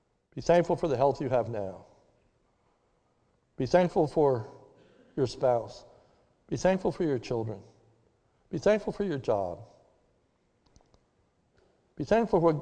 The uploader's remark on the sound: This is a sermon recorded at the Lebanon Bible Fellowship Church on 5/9/21 during the evening service